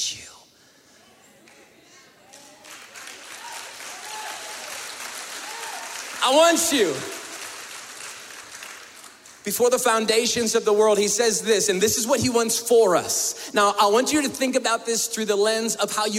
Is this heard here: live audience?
yes